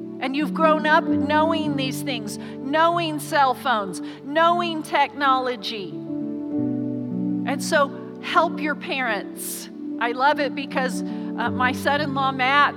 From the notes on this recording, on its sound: Recorded live during our Sunday morning service